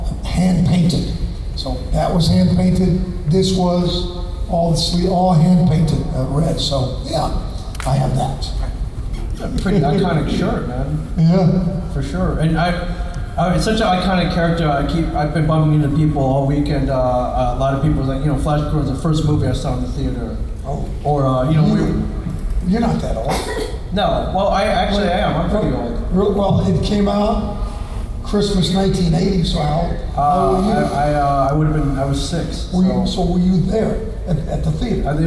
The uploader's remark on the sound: Gulf Coast Fan Fest 2018. They take questions from the audience.